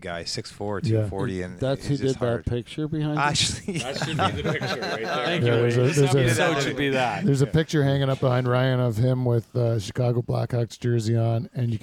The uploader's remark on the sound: Goes on location to the site of this year's Bushstock Music Festival. On Location Lakeside Vista. Goes on location to the site of this year's Bushstock Music Festival.